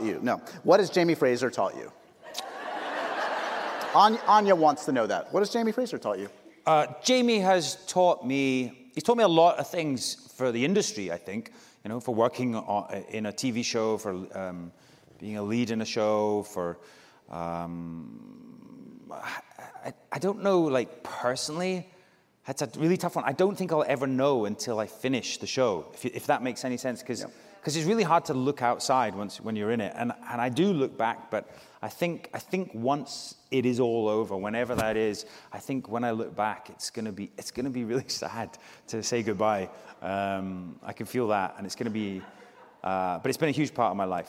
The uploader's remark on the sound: We went LIVE